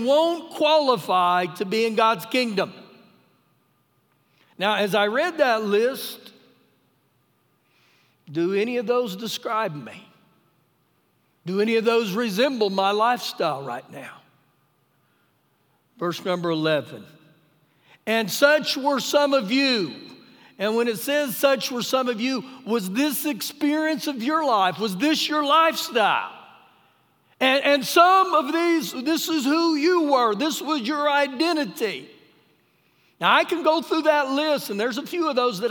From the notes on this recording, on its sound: Recorded live during our Sunday morning service